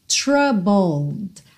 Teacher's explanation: como o E de troubled não é pronunciado, você tem o BL, bull, bull, e depois o D. Troubled. Troubled.